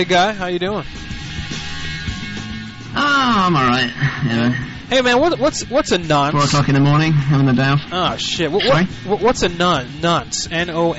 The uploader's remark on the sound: Prank Phone Calls